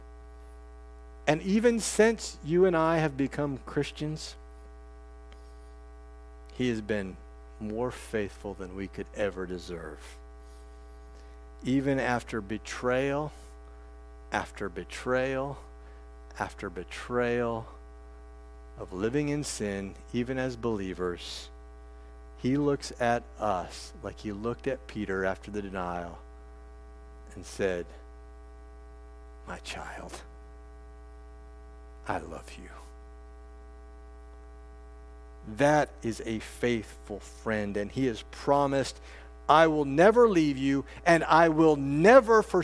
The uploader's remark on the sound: This sermon preached at First Artesia CRC.